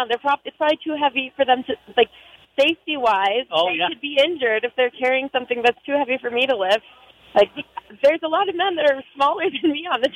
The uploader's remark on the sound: Builders Discuss Blueprint for Labor Shortage at Convention. We broadcast live from the Montana Contractors.